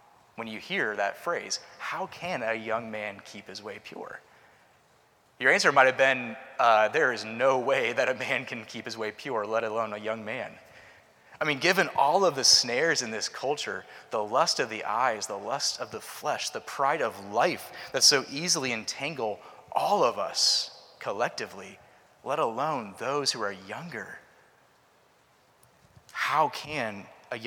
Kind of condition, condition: setting, large echoing room